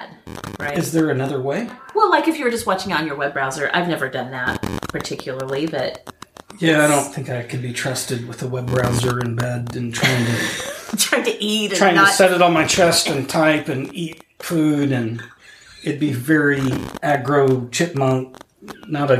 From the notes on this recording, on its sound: New mic gets all the background with half the foreground.